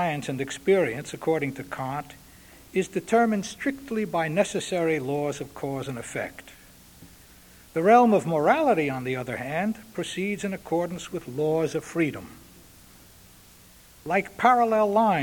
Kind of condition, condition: setting, large echoing room